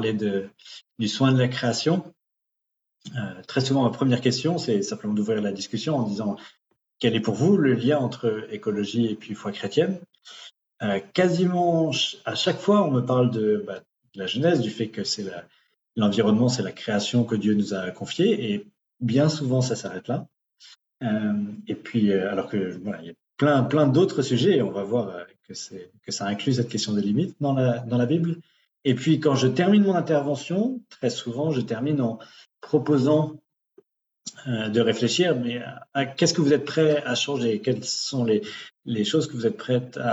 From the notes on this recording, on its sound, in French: Replay audio du webinaire enregistré le 21 septembre 2023.